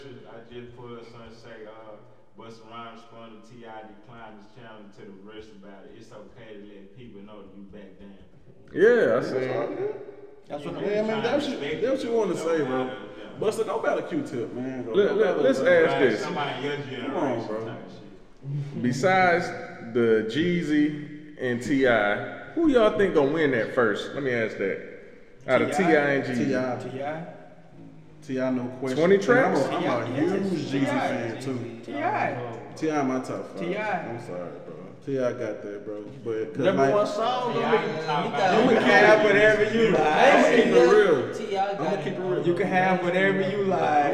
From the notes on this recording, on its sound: Please excuse the sound quality, we had some difficulty with the new mic.